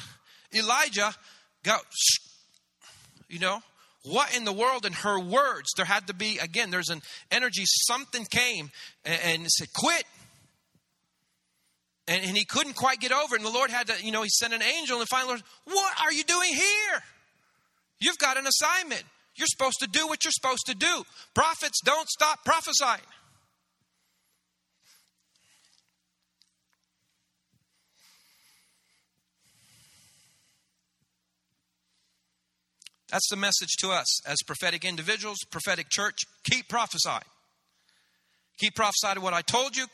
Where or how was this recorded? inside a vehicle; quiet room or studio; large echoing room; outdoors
large echoing room